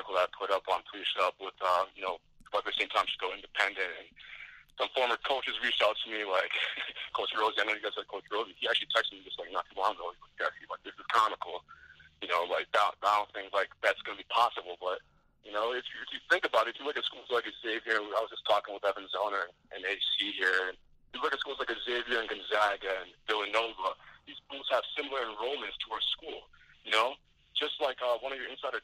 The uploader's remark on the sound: take call ins to get real-time reactions